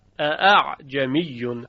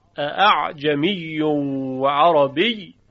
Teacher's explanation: جالب توجه این هست که در روایت شعبه در کلمه اعجمیون سوره فصلت که در روایت حفص همزه دوم تسهیل می شود، اعجمیون و عربی، در روایت شعبه هر دو همزه به تحقیق خوانده می شه، یعنی هر دو همزه نبرش آورده می شه